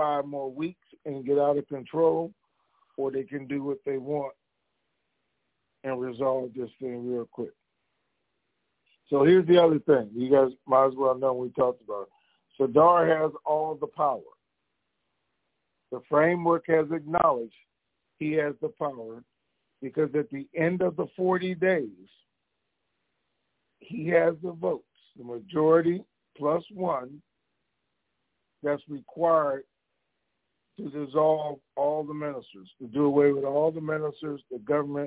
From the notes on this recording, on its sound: TNTSuperfantastic Conference Call